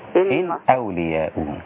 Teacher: دي مش نون مشددة ومفتوحة، دي نون ساكنة